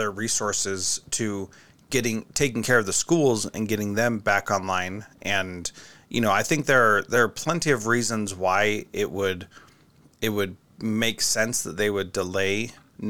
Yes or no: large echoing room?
no